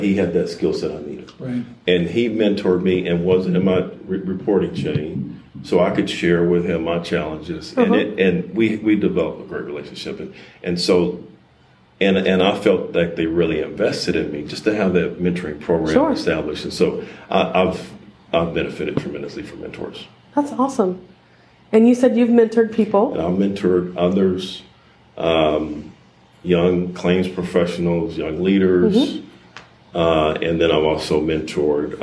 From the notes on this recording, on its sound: set aside some time to chat with us during the Texas Workers' Compensation Conference in Austin.